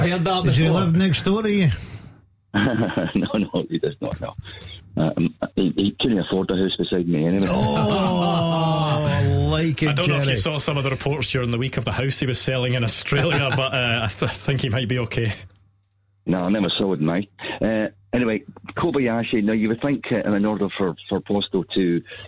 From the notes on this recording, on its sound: Clyde 1 Superscoreboard. Is joined in the studio. The phone lines are opened for you to have your say.